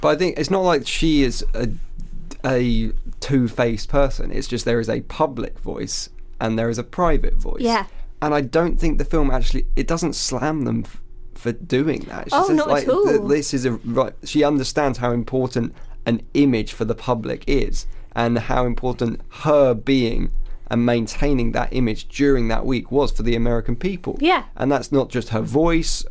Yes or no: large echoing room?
no